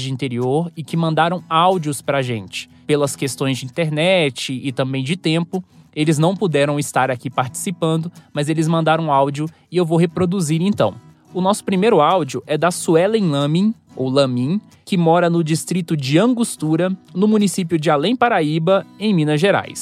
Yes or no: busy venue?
no